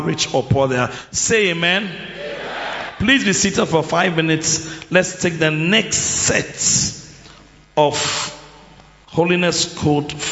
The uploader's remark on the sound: Preached at the AMOMOS Camp 2023 - The Anagkazo Campus